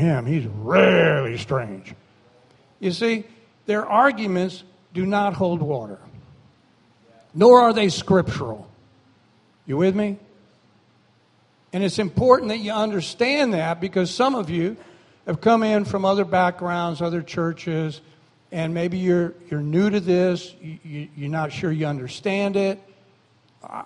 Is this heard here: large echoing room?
yes